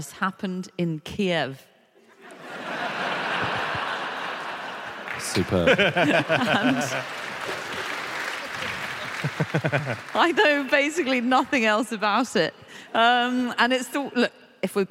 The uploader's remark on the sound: Live from Aberdeen